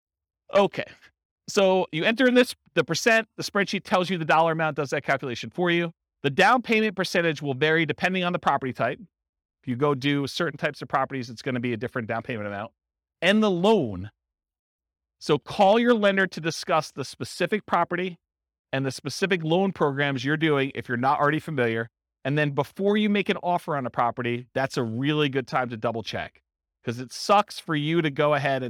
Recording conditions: live audience